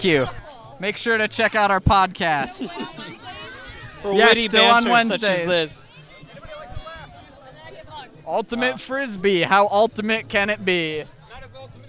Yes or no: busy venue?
yes